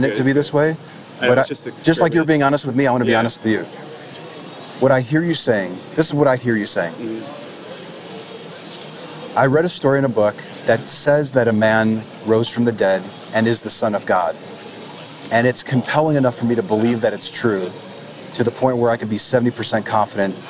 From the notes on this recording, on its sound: Location: San Antonio, Texas. Recorded w/Go-Pro. Edited w/PowerDirector.